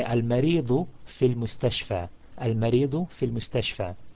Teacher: So the word is al-mustashfa and it finishes with a alif maqsura, meaning it finishes with a long vowel of fatha, long fatha vowel sound of a, and it does not take the kasra.